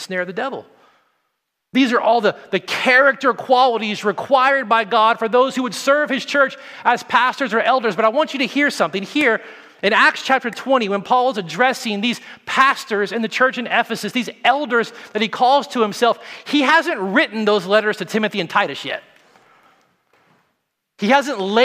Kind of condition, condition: setting, large echoing room